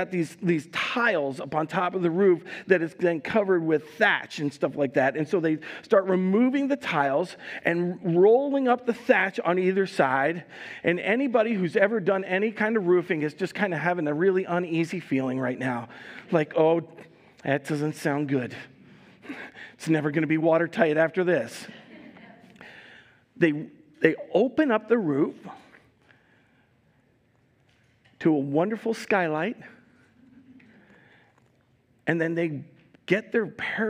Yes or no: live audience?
yes